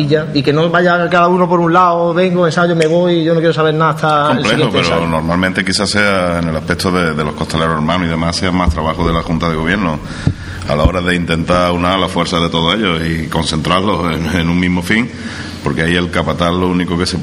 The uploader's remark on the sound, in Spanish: La Casa de Hermandad de la Estrella acogió el sábado, 8 de noviembre, una tertulia de capataces y costaleros que grabamos el equipo de Pasión en Jaén para emitirla en diferido al siguiente jueves a través de Onda Jaén Radio.